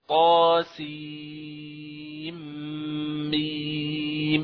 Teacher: بينما تدغم النون في هجاء السين في الميم الأولى من هجاء الميم في كلمة طا سين ميم · Term: إدغام